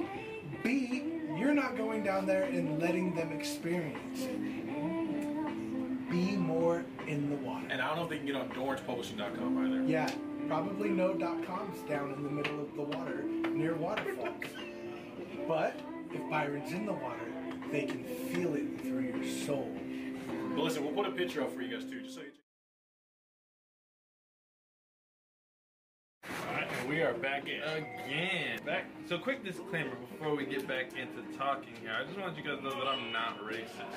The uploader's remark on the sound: WE APOLOGIZE FOR THE COMPLETE SILENCE AND BACKGROUND NOISE WE ARE AT WORK SO THINGS HAPPEN